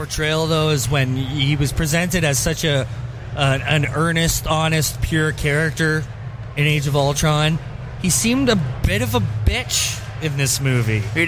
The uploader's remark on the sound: Live From Motor City Comic Con